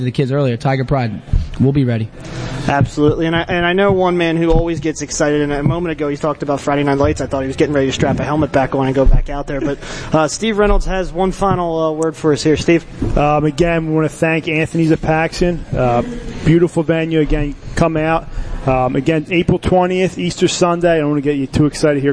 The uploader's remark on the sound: The one-hour interview from Anthony’s At Paxon